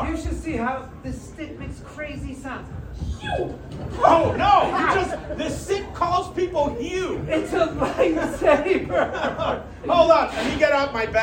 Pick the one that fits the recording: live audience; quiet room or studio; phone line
live audience